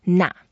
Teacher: It's a fourth tone, so we go down